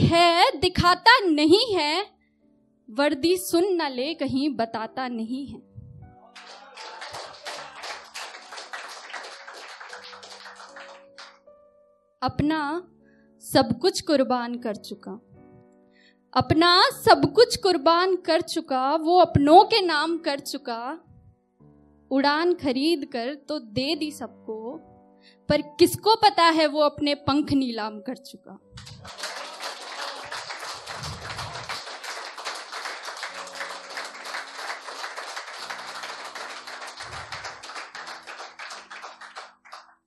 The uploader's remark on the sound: the best audio performances from our weekly poetry events